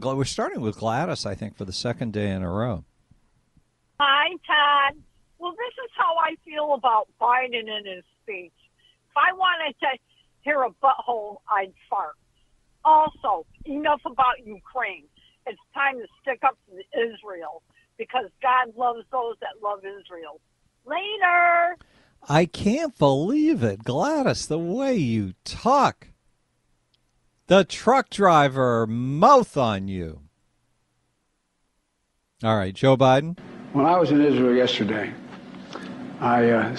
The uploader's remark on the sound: The Rant Line happens first on Friday, so we play Rants and take phone calls.